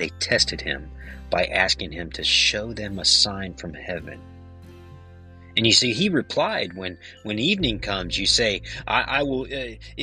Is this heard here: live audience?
no